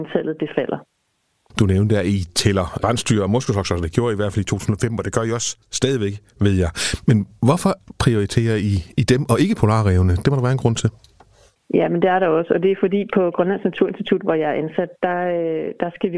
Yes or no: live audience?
no